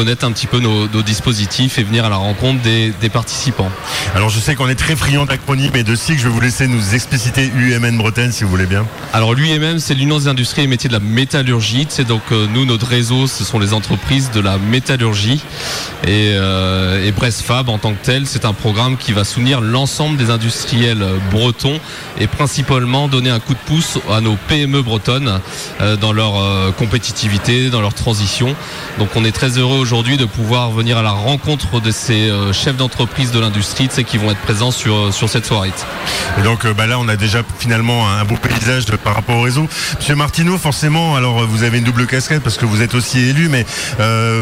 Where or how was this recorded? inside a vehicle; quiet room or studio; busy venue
busy venue